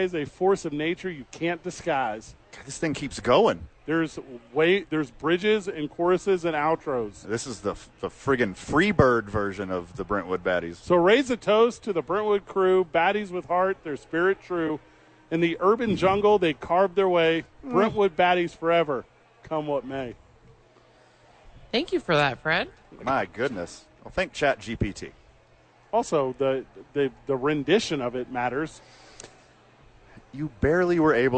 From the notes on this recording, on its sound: live from Isotopes Park